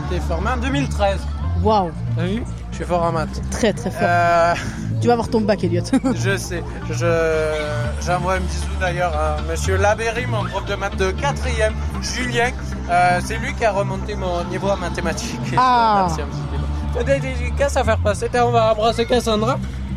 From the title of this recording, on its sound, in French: en direct de "Jeunesse en fête"